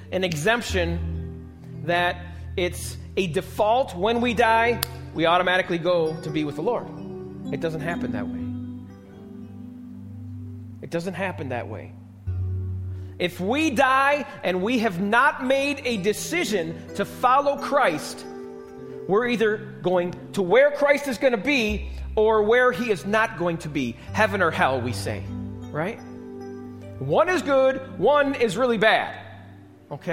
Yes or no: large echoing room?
yes